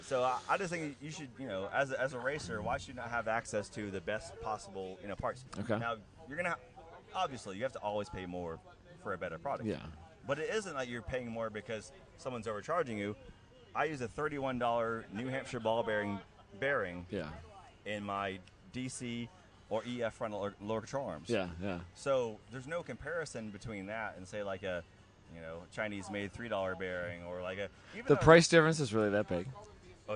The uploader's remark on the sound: Leaning against racecars in the paddock at Road Atlanta. The recorder got turned on and the record button was pushed.